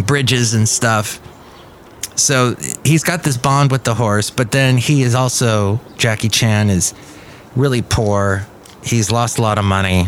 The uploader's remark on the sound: podcasts live from Café Anyway